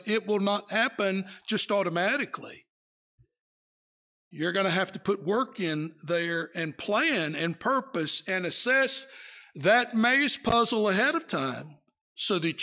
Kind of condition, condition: setting, large echoing room